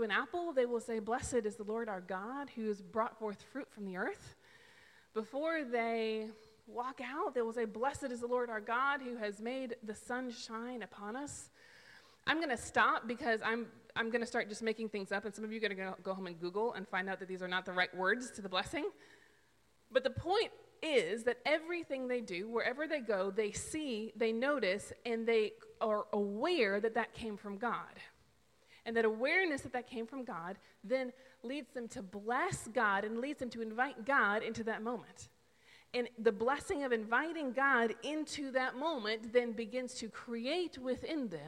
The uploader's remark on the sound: This is the sermon audio taken from December 5th's worship service.